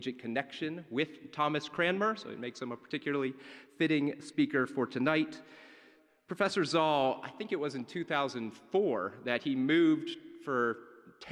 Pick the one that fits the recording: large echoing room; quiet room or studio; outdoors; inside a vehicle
large echoing room